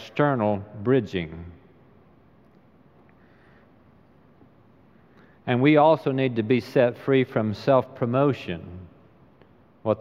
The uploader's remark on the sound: Recorded live during the Sunday worship service.